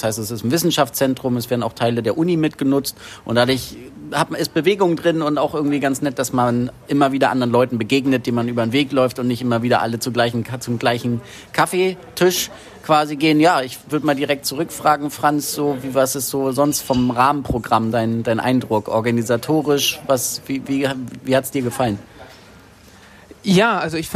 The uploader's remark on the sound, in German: vor Ort: TURN-Tagung 2022 in Kiel